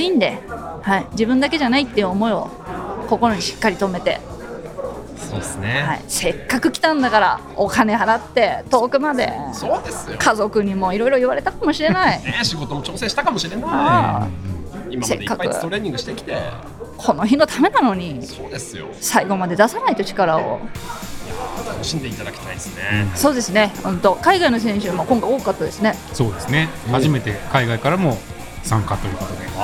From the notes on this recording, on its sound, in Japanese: LAKE BIWA 100。大会受付会場での収録のため背景音が大きくなっています。